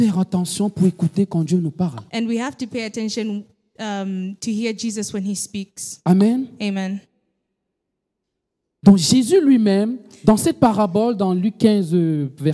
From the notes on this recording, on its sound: Preached during Joyful Hour Sunday Service Rabat